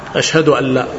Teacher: Asalnya pakai nun, tetapi ketika diidghamkan maka nun melubur ke lam, maka tidak terdengar nunnya, menjadi alla. Idghamnya idgham bila gunnah, tanpa dengung, sehingga betul-betul melebur 100%, seakan-akan enggak ada nun. Aslinya tulisannya ada, tapi ketika dibaca melebur.